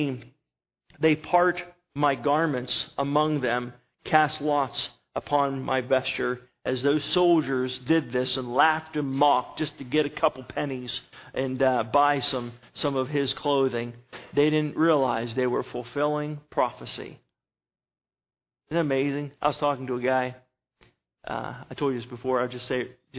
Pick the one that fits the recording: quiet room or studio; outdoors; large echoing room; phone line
large echoing room